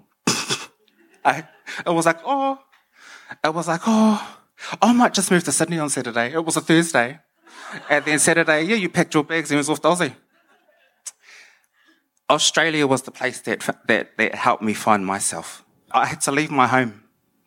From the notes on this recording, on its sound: took the stage at our Real Talk Mō Ngā Rangatahi event in Ahuriri in Napier